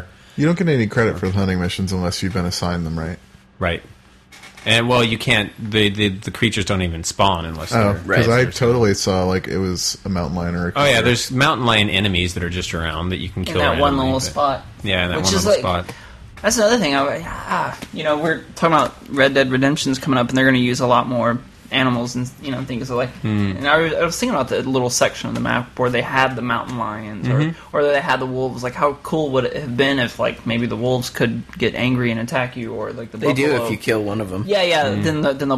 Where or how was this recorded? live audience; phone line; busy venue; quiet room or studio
phone line